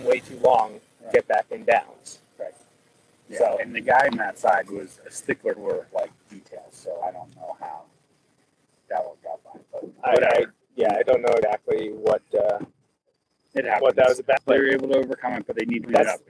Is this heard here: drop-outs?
yes